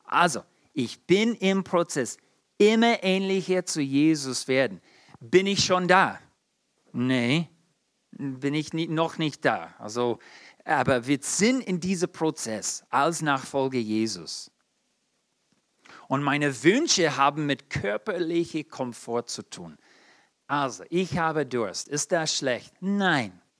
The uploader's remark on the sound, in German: in der Gemeinde Kaleo Schopfheim aufgenommen